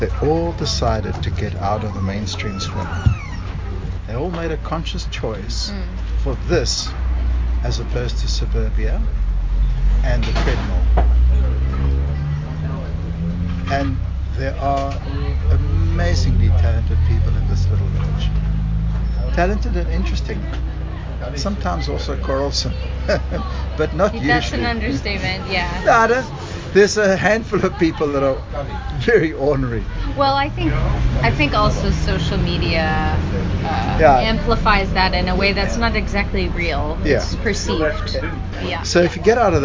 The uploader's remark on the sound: Join me at the local pub in Greyton on a Wednesday night as I ask people, "what is local?". Oldpottersinn.